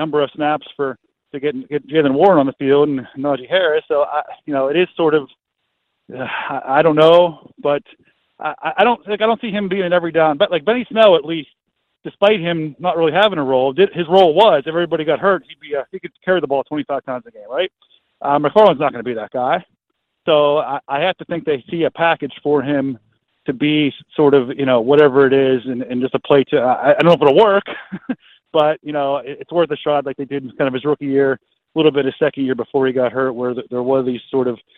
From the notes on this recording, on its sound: Called in while I was on 105.9 the X.